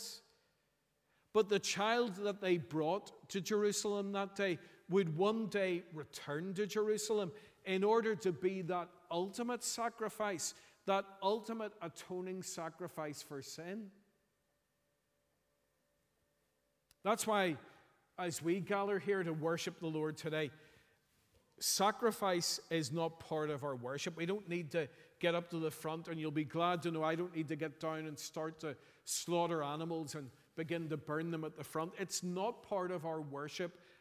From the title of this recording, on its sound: Sunday 31st December 2023 morning service